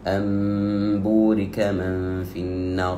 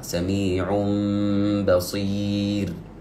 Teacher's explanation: نقلب النون إلى ميم ونعطيها حقها من الغنة قدرها 2 حركات ثم حرف الباء · Term: الإقلاب